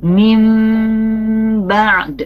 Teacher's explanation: Apabila nun sukun atau tanwin an in un bertemu dengan huruf ba, maka bunyi n-nya, bunyi n berubah menjadi m ya, dan dibacanya harus disertai dengan dengung. Bunyi n-nya berubah menjadi m disertai dengan dengung · Term: iklab